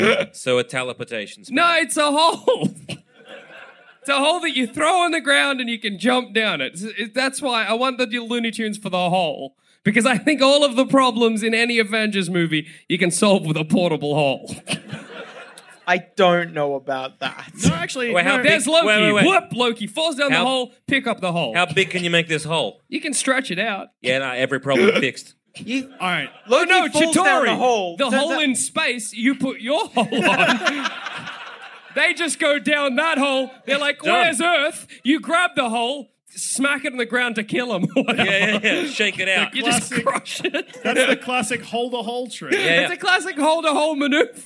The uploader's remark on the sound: Part of our 2017 UK Tour. Recorded at the Glee Club in Birmingham.